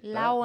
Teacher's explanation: esa D intervogálica que tú hablas, que se, se elipsa, ¿verdad? se omite, se elimina